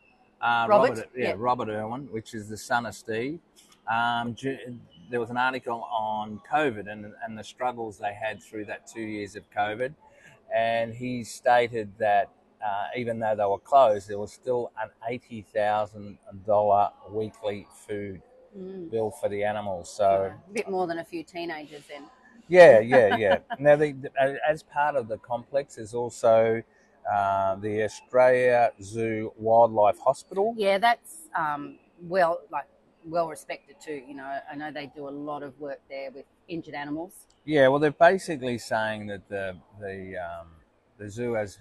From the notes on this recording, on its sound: Queensland, Australia. We recorded live in different locations around the zoo where wewere stalked by water dragons -which if you can believe it - wander freelyaround the zoo and are as scary as they sound.